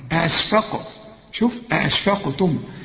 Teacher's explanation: أأشفقتم، عندك اتنين همزة طلعهم، أأشفقتم، القاف مدام عليها سكون قلقلها